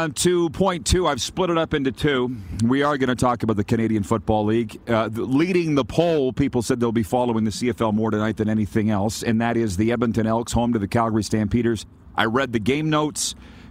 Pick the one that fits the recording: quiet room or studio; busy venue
busy venue